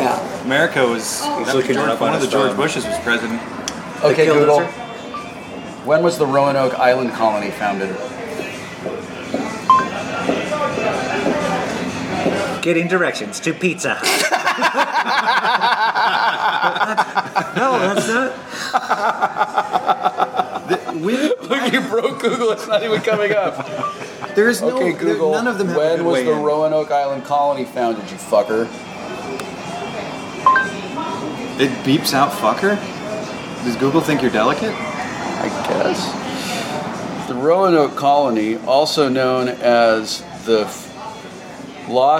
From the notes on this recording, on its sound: at Fantasia Billiards in Burbank.